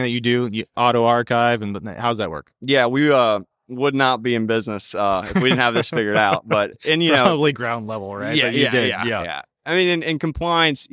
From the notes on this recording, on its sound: A conversation recorded live from the Fearless Investing Summit.